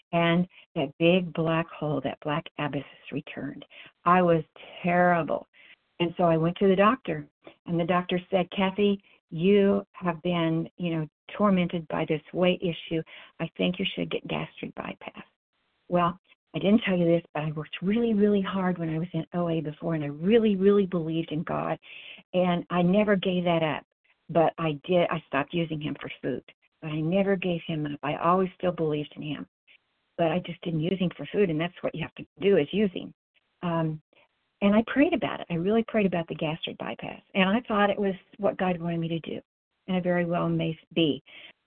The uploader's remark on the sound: 100 Pounders Phone Meeting.